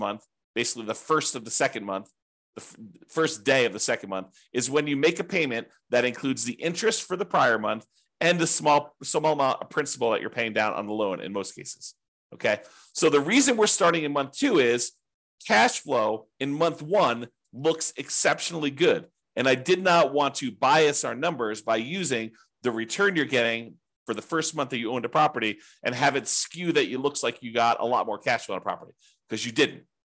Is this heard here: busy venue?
no